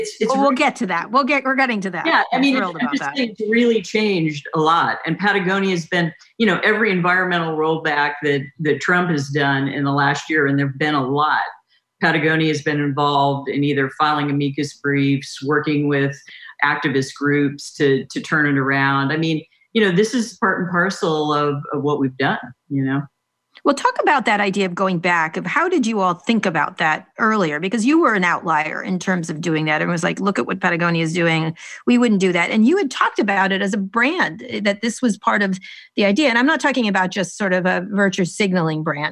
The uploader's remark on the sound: Recorded as part of the Lesbians Who Tech virtual Pride Summit. This interview was recorded as part of the Lesbians Who Tech virtual Pride Summit.